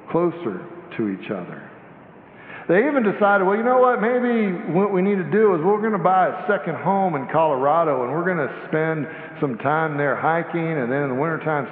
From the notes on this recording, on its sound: Sanctuary Service.